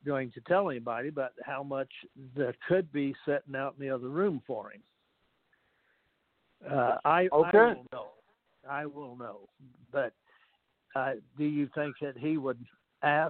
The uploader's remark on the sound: TNTSuperfantastic Conference Call